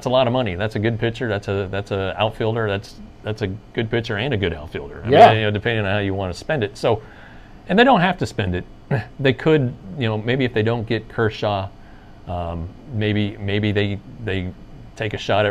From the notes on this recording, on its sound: Excuse the audio, this was done on a concourse without our studio equipment